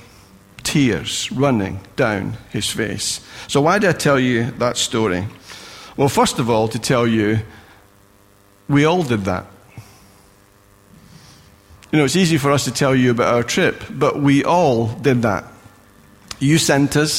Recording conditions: large echoing room